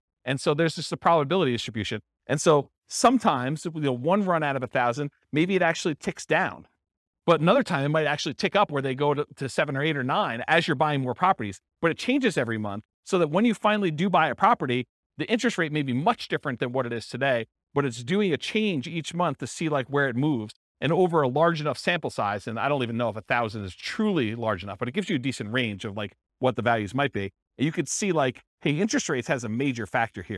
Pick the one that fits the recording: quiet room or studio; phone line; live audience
live audience